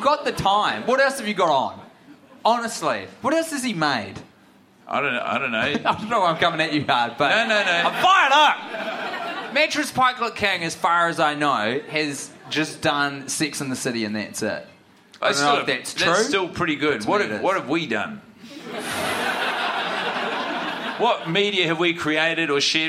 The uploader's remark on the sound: Recorded in front of a live audience in Melbourne